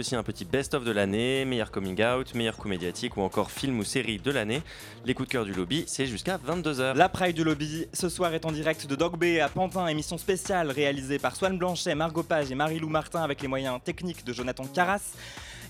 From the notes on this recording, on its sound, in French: Sur le char du Lobby. L'équipe du Lobby a célébré la fierté LGBT+ dans une grande Pride radiophonique...